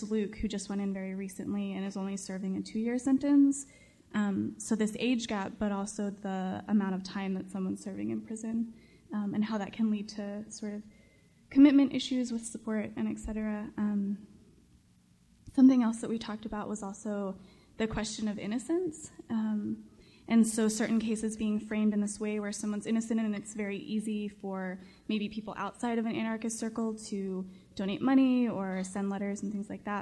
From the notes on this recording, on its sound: Live from the Carrboro Anarchist Book Fair! Recording an episode of the Ex-Worker in front of a live anarchist audience! Interviewed a wide range of participants from the book fair.